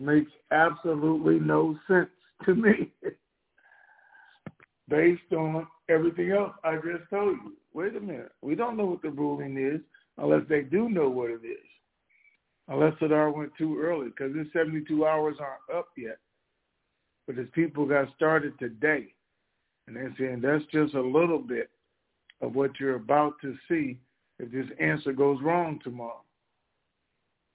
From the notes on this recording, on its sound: TNTSuperfantastic Conference Call